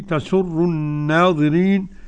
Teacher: لام شمسية مدغمة والنون حرف غنة مشدد ممدودة مد طبيعي والوقف مد عرض سكون.